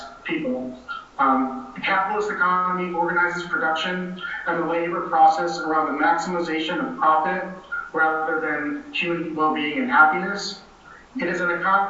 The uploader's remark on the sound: session recorded at Socialism 2022